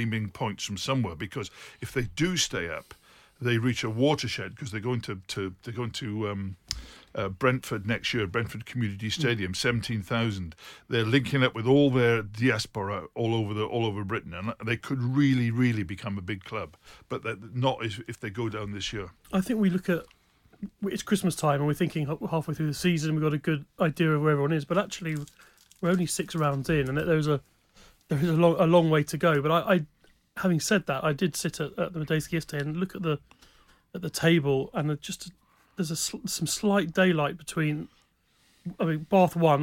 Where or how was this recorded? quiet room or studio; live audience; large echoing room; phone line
quiet room or studio